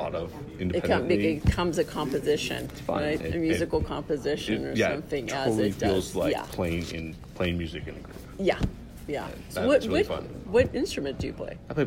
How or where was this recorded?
busy venue